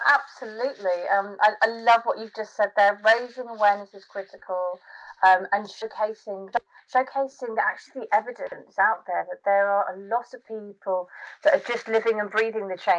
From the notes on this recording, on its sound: joined over Skype